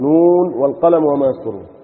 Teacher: نون مضمومه، واو مديه، ونون ساكنه